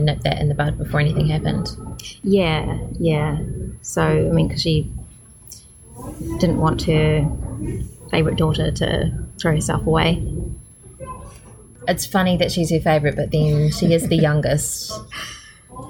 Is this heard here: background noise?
yes